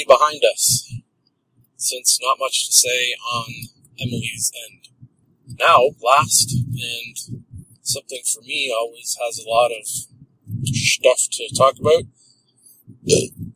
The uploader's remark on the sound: Apologies for the audio quality! When I record these by myself it is for some reason much more easy to get the audio sounding at least half way decent...